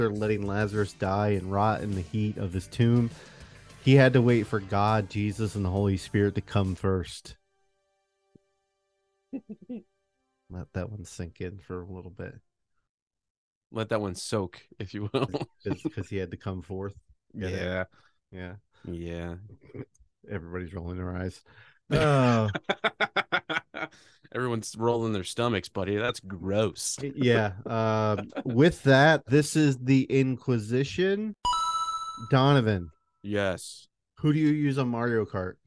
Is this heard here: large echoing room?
no